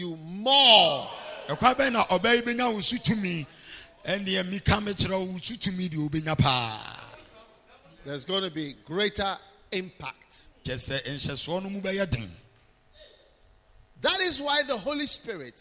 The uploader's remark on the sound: Preached at the Healing Jesus Campaign Pastor's Conference in Kyebi, Ghana on the 13th of December, 2021.